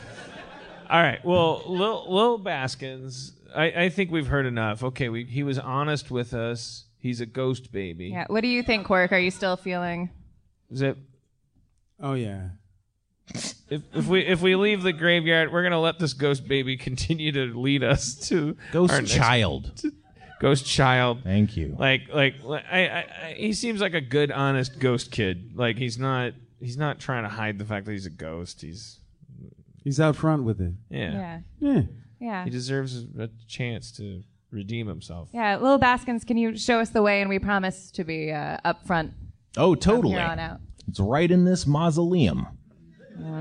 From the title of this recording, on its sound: LIVE from Austin, TX